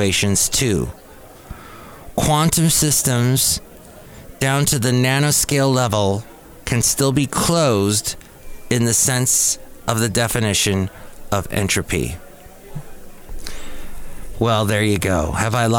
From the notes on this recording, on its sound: podcasts live from Cafe Anyway